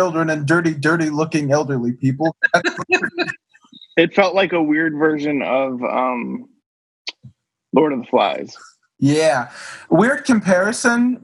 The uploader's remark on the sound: The audio quality of this episode may be lower than usual as it was recorded using Zoom.